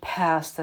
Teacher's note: также побольше аспирации звука p